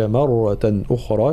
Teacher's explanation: كلمة مرة لابد من ترقيق الميم وتفخيم الراء